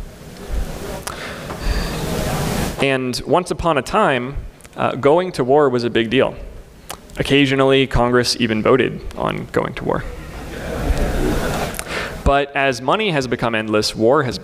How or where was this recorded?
live audience